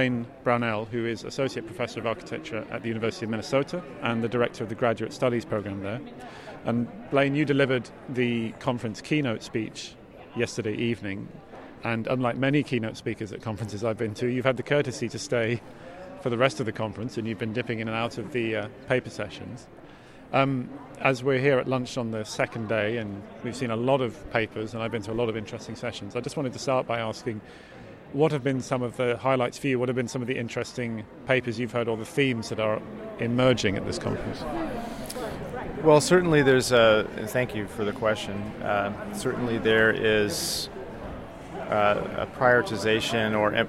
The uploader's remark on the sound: Live from day two of NCBDS 31. Special "live" conference podcasts.